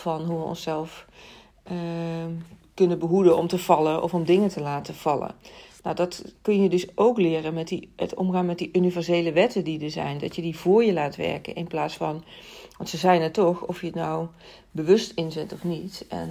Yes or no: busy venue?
no